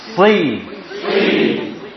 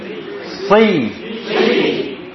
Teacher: Kalau shad yang berkasrah berarti si. Kalau enggak diturunkan nanti jadi e.